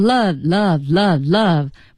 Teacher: 它是一个 v 唇齿音，它不是呜一个嘴唇的音